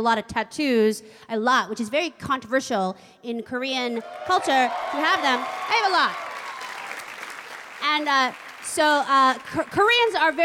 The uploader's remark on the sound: Performs in front of a live audience in this provocative and hilarious comedy special event.